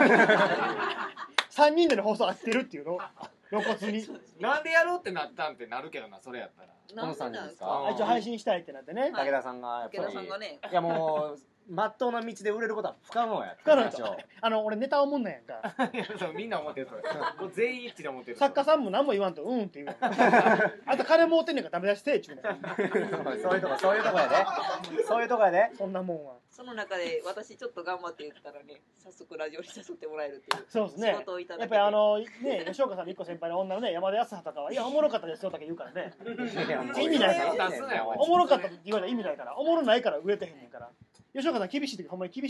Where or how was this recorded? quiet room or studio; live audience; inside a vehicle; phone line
live audience